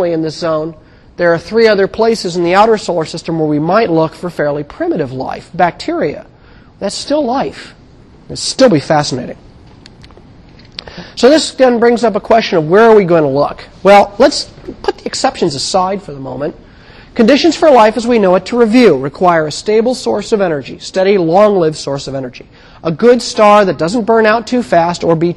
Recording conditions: large echoing room